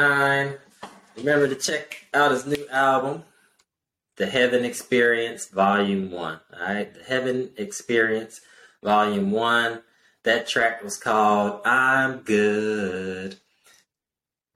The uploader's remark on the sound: Apologies for the audio, we're still a work in progress and we WILL get better!!